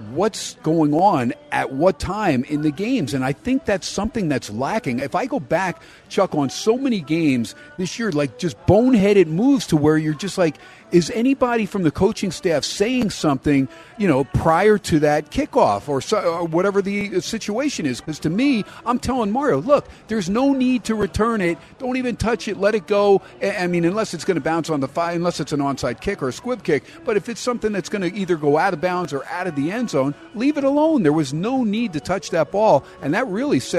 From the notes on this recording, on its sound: "Live" from Steiner's Pub in Las Vegas